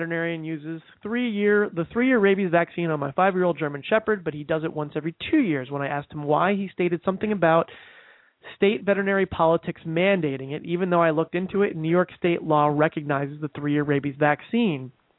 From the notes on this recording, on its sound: takes live calls